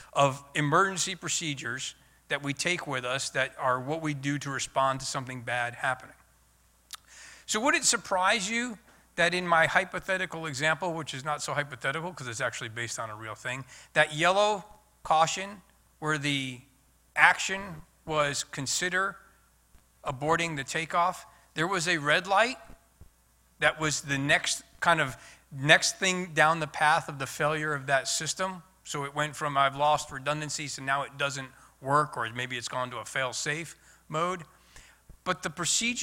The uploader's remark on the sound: This month we have an episode recorded live at the Flight Test Safety Workshop last month. The 150 attendees of the workshop.